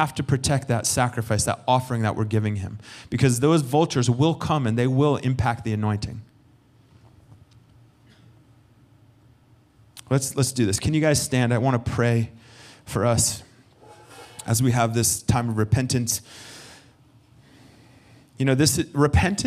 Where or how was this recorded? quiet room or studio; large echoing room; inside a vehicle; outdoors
large echoing room